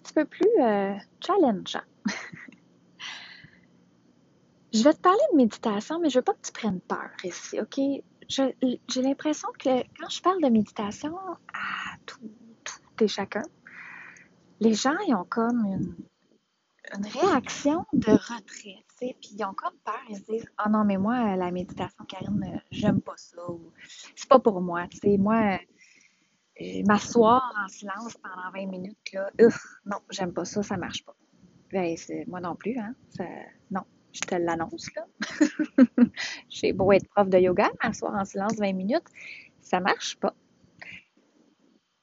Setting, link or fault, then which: setting, outdoors